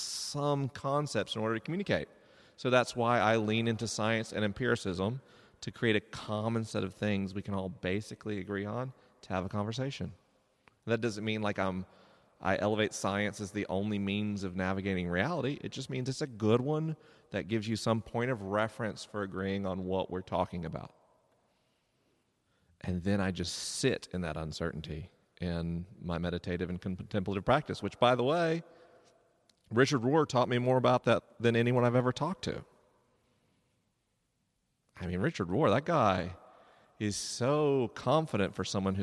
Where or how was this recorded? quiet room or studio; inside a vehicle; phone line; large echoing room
large echoing room